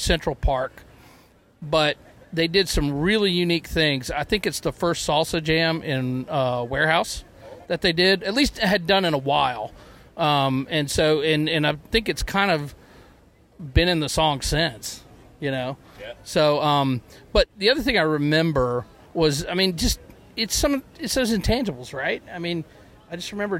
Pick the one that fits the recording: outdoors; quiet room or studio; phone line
outdoors